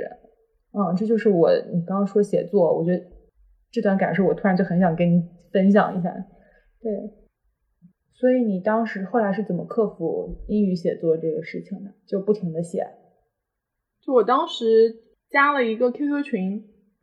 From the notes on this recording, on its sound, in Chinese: 本期音质确实不佳